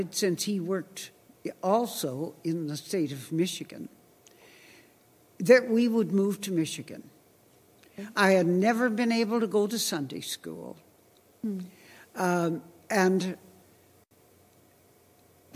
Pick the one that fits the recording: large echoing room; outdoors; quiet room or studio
large echoing room